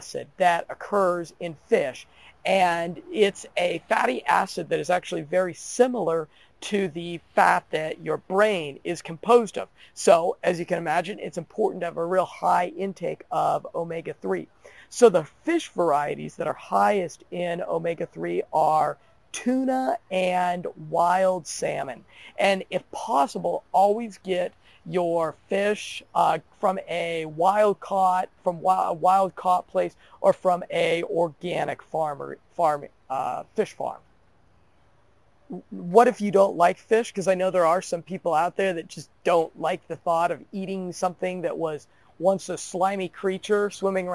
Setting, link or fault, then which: setting, outdoors